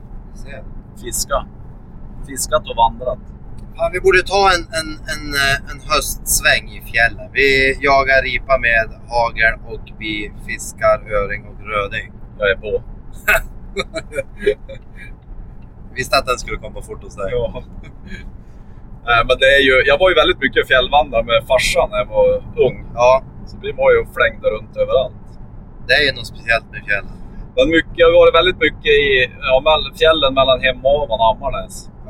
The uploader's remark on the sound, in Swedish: Podd i bilen på väg till Elmia